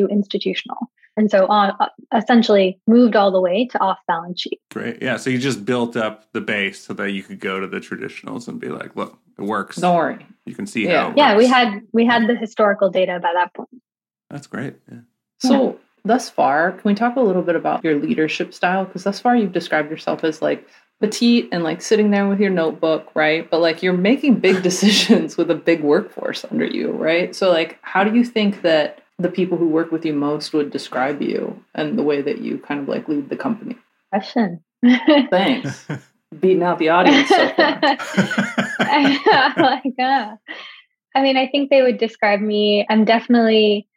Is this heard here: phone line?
no